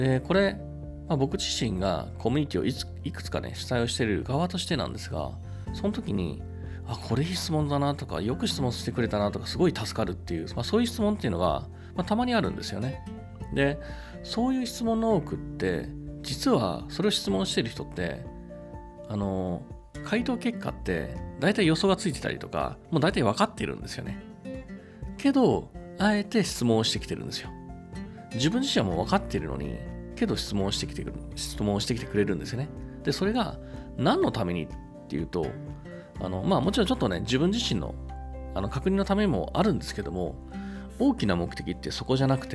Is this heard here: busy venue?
no